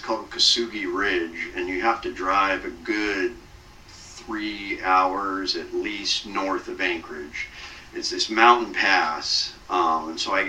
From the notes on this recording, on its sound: AUDIO QUALITY WARNING: Not the best audio.